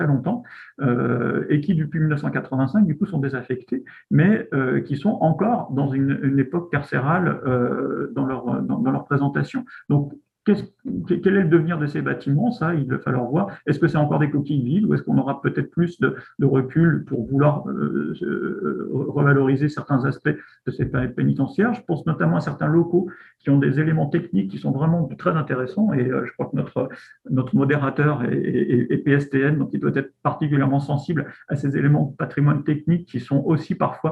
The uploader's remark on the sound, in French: Enregistré sur Zoom le 4 février 2021